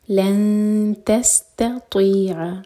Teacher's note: اور اس کے بعد تا لائٹ اور تو ہیوی